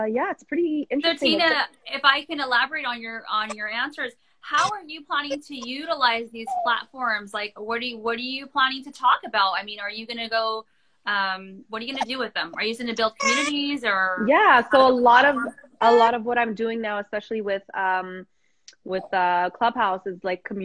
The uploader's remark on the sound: you'll hear the replay from our Live Instagram Expert chat